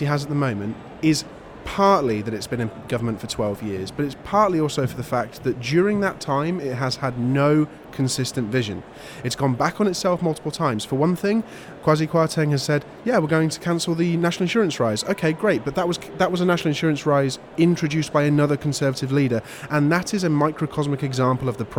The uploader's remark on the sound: live at the Conservative Party Conference 2022